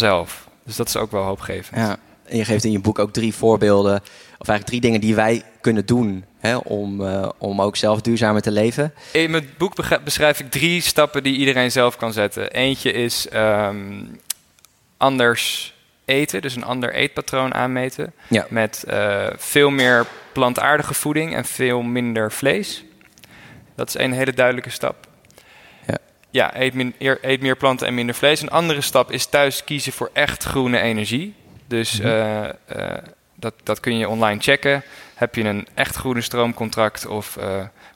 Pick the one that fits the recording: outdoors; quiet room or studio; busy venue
busy venue